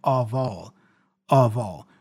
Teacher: the F is pronounced as a V, which then joins with the O, the vowel A there.